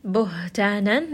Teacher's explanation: this ha is going to be from the chest